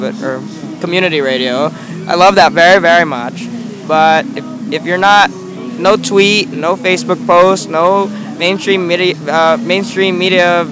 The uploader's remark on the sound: Live from Occupy Wall St. Zuccotti Park.